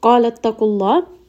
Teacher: Qaf here is going to be heavy. Name of Allah here is also going to be heavy. The letter before it has dhamma.